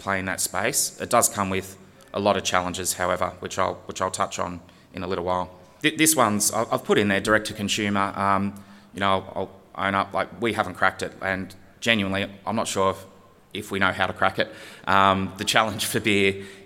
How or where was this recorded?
live audience